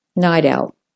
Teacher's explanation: So the T has a vowel before and after it, so it devolves to the D, the flapped D.